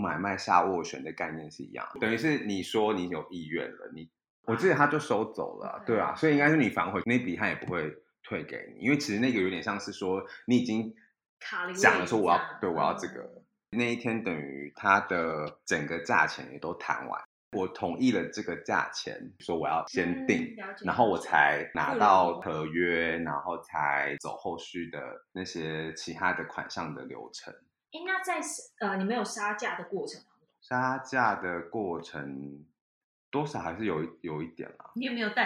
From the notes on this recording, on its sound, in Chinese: 由於外錄的音質有點難控制，本集的聲音會有空間感